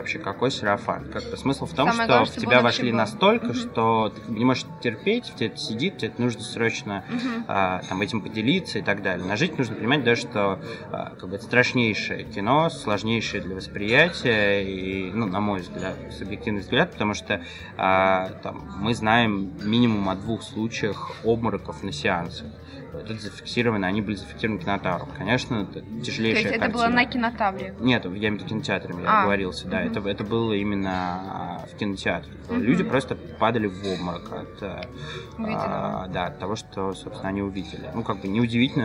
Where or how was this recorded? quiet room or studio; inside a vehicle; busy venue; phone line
busy venue